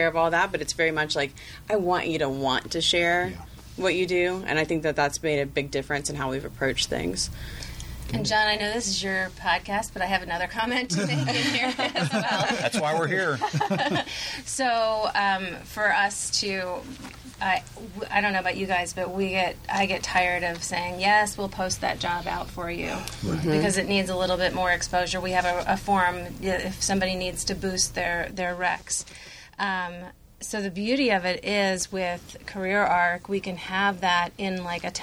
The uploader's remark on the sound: In this special episode recorded during CareerArc's EMBARC conference.